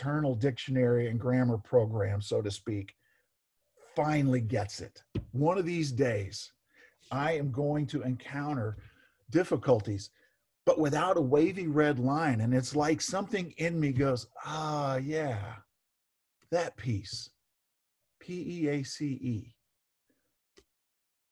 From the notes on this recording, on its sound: Zoom Sunday (Audio).